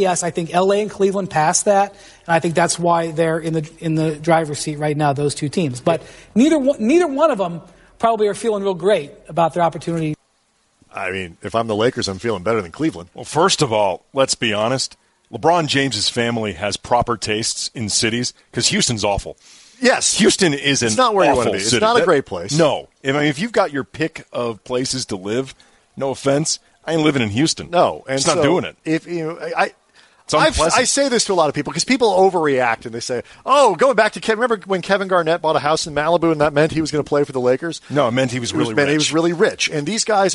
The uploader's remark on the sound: live from the UCLA Health Training Center as the NBA Draft rolls through.